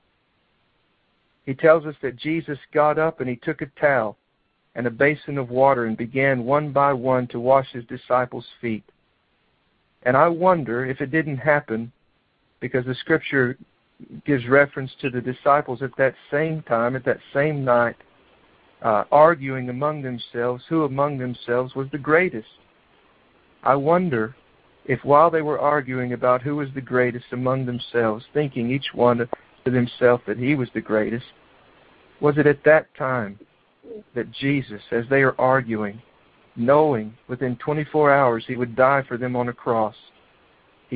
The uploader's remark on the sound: He reads this message on a prayer revival conference call.